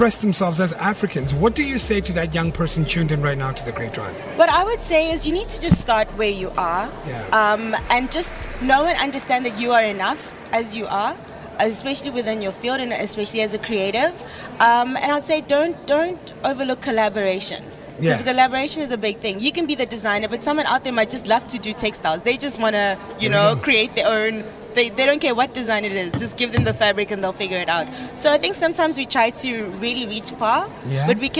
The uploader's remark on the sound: live from AFI Fashion Week at the CTICC